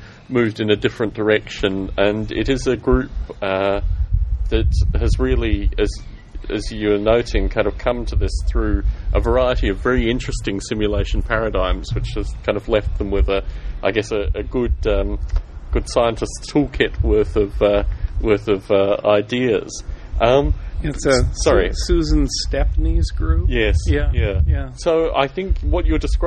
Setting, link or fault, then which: setting, outdoors